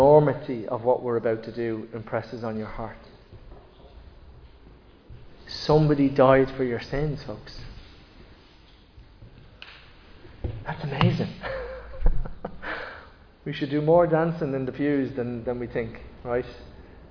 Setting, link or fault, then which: setting, large echoing room